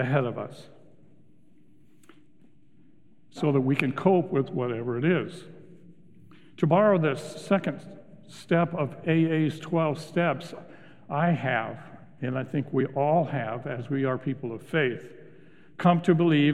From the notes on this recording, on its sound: Recorded live at Beatitudes Church in Phoenix, AZ.